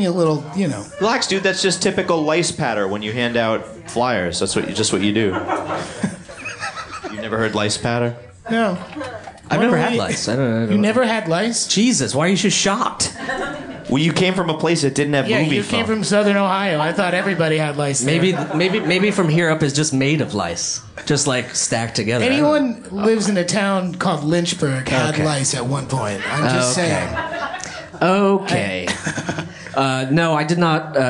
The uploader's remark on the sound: This week’s episode was recorded live at Union Hall.